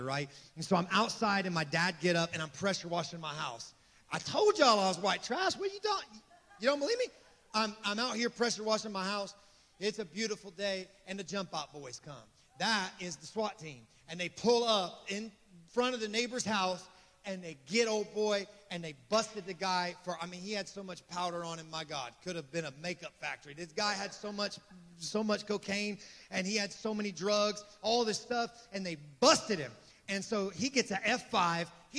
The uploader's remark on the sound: This message was recorded on the morning of April 1, 2023, at Gateway Church in Richmond, Indiana